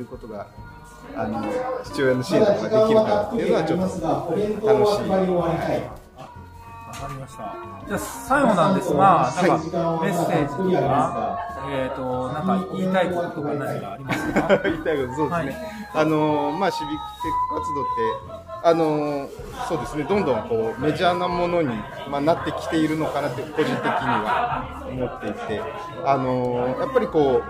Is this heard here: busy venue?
yes